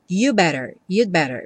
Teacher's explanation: Você não escuta realmente o D, porque depois vem um B e a pessoa vai ter que fechar o lábio. Então, no que você encosta a língua no céu da boca para fazer o D do you'd, você já fecha o lábio também para fazer o better